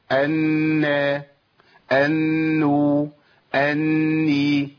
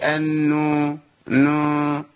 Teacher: الغنه في النون، اول ما اخرج من النون واخش على الحركه خلاص ما فيش عندي غنه · Shown in: first take